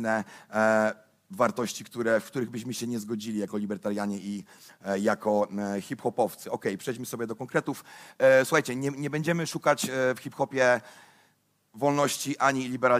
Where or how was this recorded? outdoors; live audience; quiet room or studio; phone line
live audience